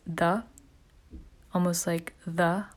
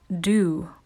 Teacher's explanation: with your tongue against the back of your front teeth, not do with your tongue against the roof of your mouth